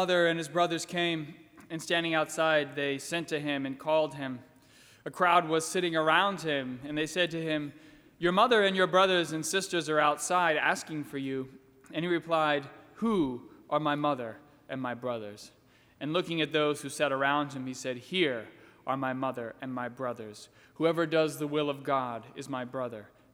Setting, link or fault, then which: setting, large echoing room